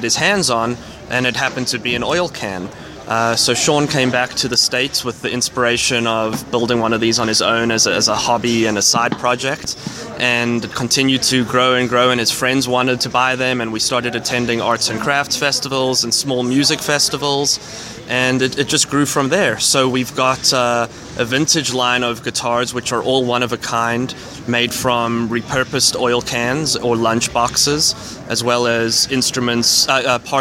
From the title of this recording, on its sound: Interview Live at NAMM 2014 at Anaheim Convention Center